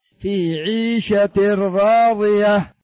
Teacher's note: النون دخلت مباشرة في الراء، في عيشة راضية. · Term: إدغام